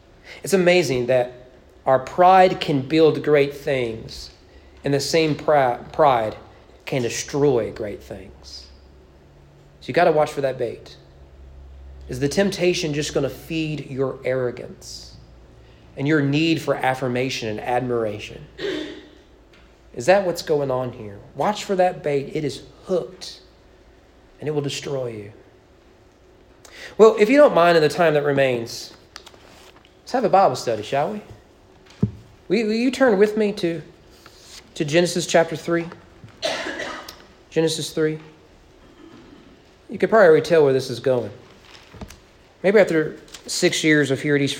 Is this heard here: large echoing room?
yes